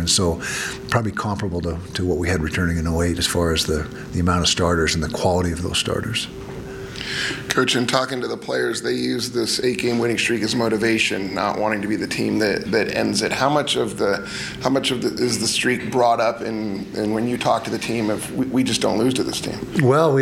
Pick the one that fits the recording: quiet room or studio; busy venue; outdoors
busy venue